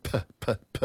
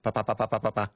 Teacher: in English, when you say a P, it's got a puff of air with it. · Shown in: first take · Term: aspiration